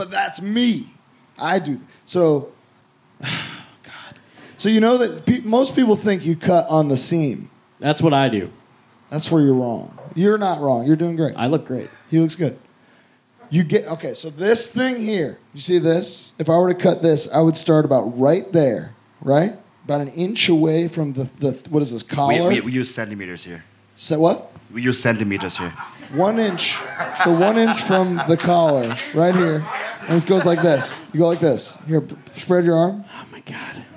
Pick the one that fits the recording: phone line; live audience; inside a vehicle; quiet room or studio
live audience